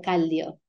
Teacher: In Spanish and in Puerto Rico might sound like cal. You might hear that L sound